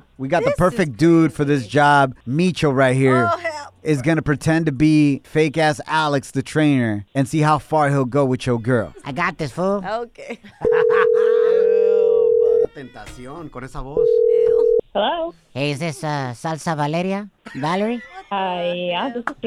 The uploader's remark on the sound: We opened up the phone lines for listeners to fill in the blank.